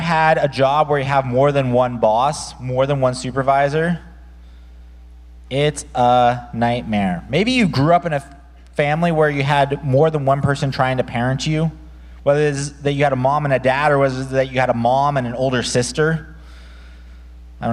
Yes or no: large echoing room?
yes